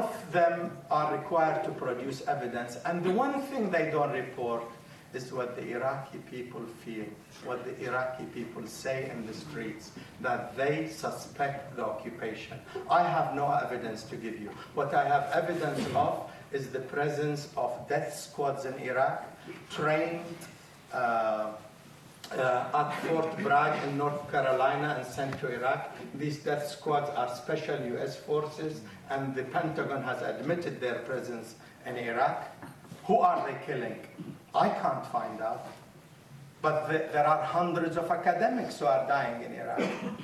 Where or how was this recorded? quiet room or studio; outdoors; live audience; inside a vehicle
live audience